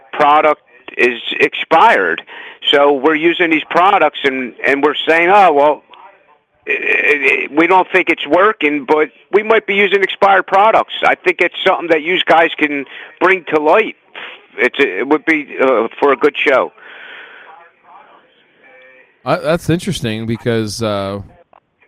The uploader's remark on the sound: Live Calls